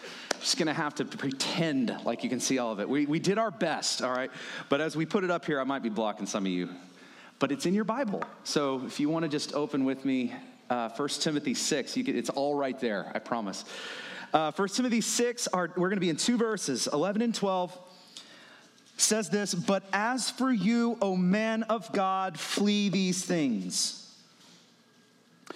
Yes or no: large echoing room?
yes